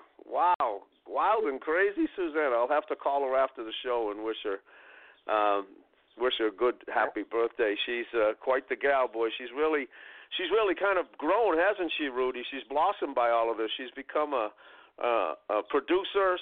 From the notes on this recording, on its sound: A gang of suprise call in guests who recount the 'good old days' at the Shack...